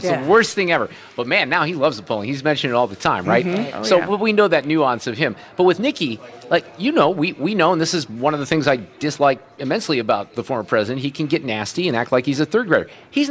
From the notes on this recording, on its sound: Live from the Knights of Columbus at St. Joseph's Pezold Banquet Center in Cottleville with a live Roundtable.